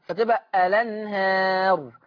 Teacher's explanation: بشيل الهمزة وحط الحركة على اللام فتبقى لام مفتوحة · Term: حكم النقل